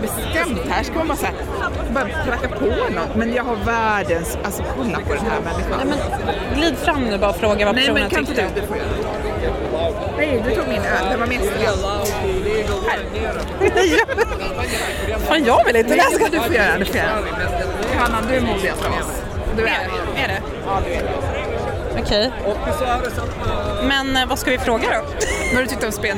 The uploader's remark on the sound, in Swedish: Pratar med roliga festivalbesökare och trängs i publikhav – en skön festivalkväll med lasershow i Stockholmsnatten! I det här avsnittet får du följa med oss på festivaläventyr på Rosendal Garden Party som ägde rum i juni på Djurgården i Stockholm.